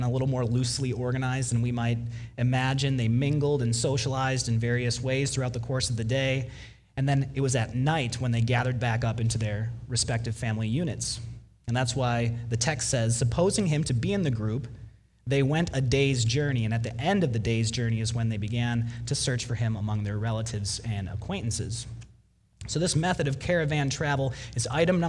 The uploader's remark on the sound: Delivered Sunday, December 29, 2019 at Woodridge Community Church (New Berlin, WI).